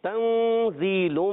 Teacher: तो यहाँ इखफा करेंगे नून को छुपा कर अदा करेंगे